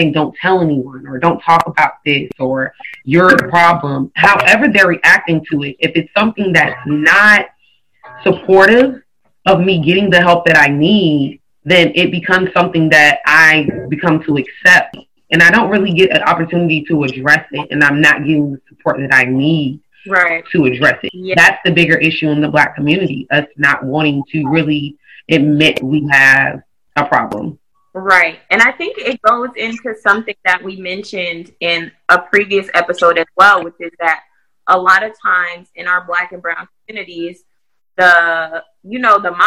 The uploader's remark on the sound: We do apologize for the audio quality of this episode as we experienced major technical difficulties while recording.